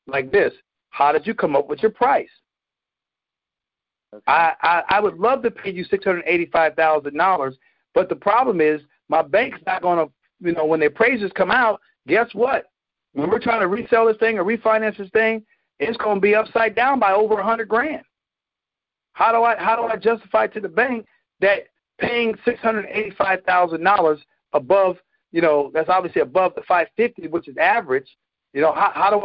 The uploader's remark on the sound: Gold Club Q&A Call.